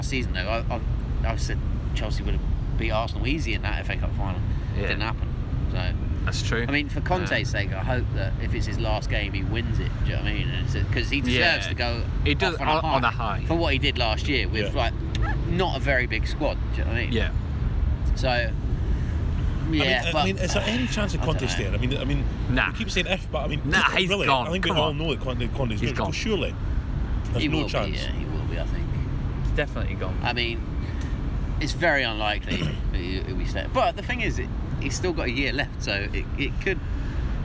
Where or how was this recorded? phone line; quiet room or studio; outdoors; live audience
outdoors